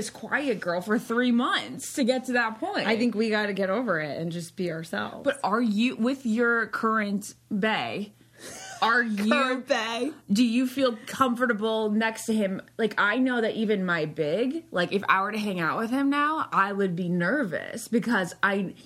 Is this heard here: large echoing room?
no